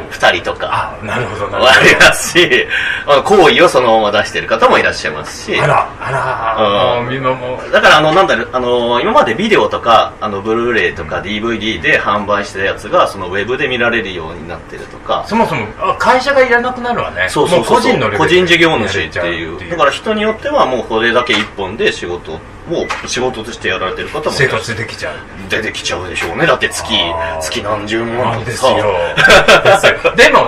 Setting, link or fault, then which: setting, busy venue